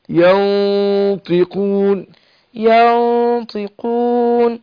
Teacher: أفخم الغنى هنا، أقول ينطي عشان الطاء حرف مفخم